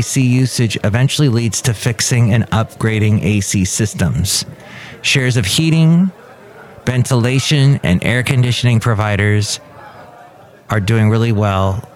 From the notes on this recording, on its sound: podcasts live from Café Anyway